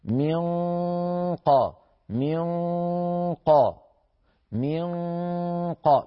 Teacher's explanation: فلما نقول منقى أقصى اللسان يغلق مخرج القاف تماما، وأقصى اللسان مرتفع بسبب أن القاف مستعلية ولسان المزمار راجع إلى الوراء، فيصير صوت الغنة مفخما هكذا منقى منقى منقى، بحيث لو سددت أنفي ينقطع كامل الصوت.